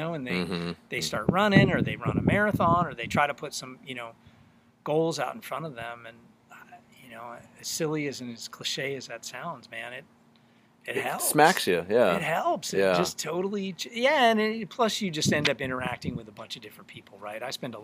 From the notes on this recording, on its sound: This episode was recorded in Humboldt County during the Social DIstancing Mandate in March 2020. We did meet outside but stayed 6 foot from each other at all times.